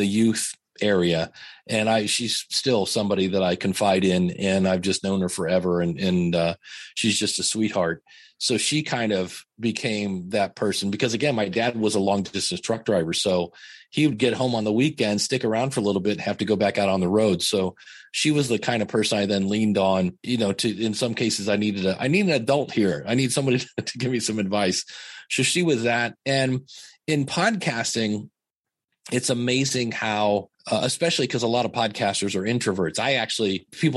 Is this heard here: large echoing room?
no